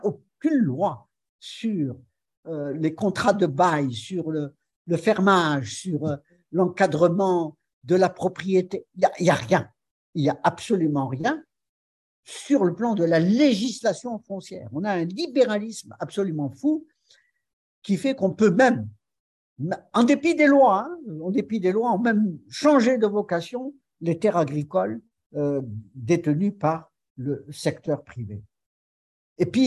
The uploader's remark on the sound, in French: Cet épisode a été enregistré le 02 février 2023 via zoom. Par le Centre d'Études Maghrébines à Tunis ( CEMAT ).